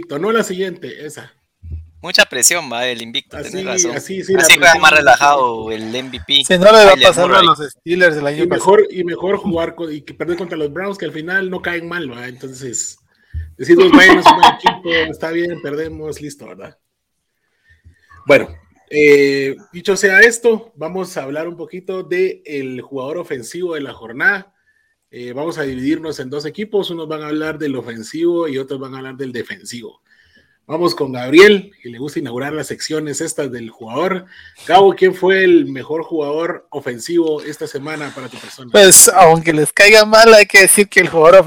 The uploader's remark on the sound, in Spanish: Las disculpas del caso por cualquier inconveniente en el audio, este es un programa que se trasmite en vivo via Facebook y YouTube